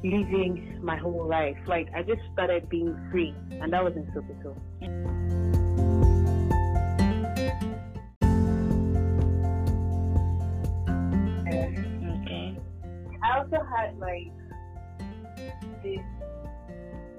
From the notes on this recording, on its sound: In this episode I did a phone interview.